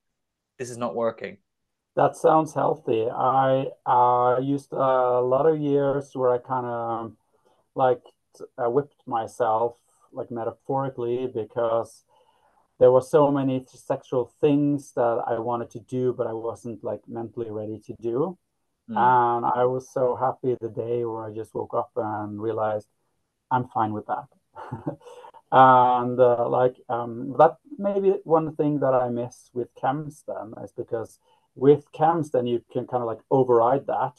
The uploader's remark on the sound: on Zoom